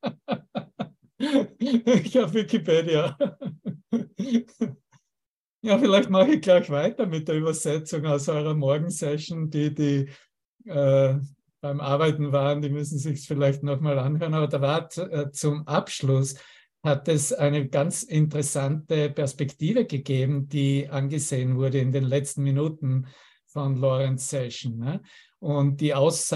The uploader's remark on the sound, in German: Zoom-Session. Veranstaltet von der Aleph Akademie.